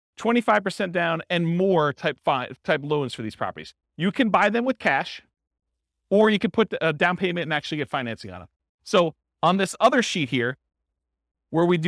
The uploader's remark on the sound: This was a live class recorded